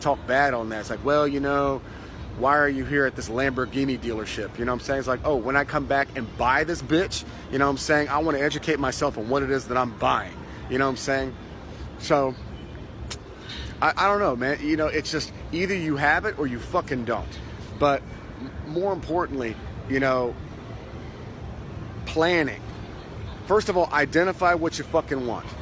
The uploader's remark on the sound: Live from Pattaya Beach, Thailand